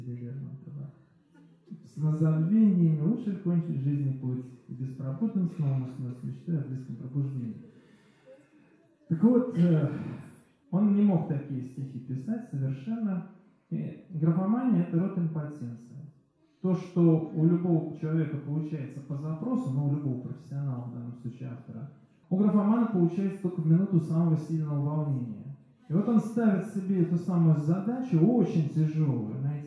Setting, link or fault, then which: setting, large echoing room